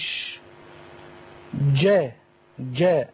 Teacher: الجيم فيها شدة يعني وفيها قلقلة، فنتج من هاتان الصفتان ما نسميه نحن بالتعطيش